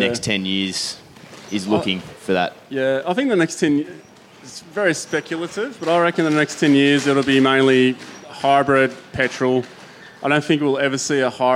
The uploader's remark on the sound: Live on the main stage at the Sydney 4WD Show.